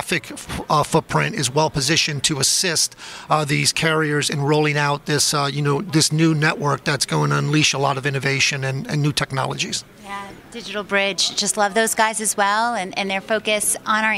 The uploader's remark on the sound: Live from ITW 2019 in Atlanta on JSA TV.